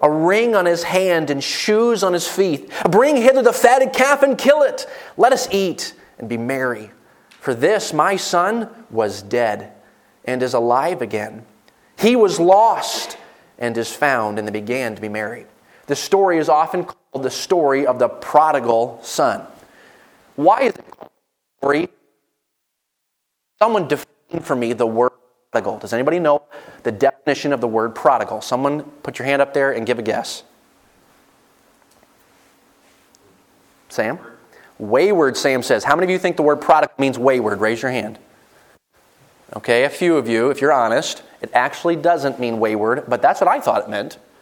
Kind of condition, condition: setting, large echoing room